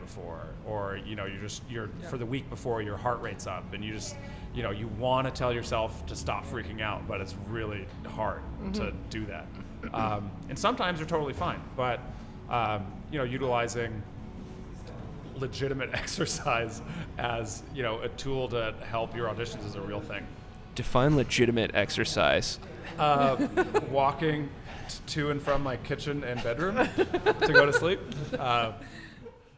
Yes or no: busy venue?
yes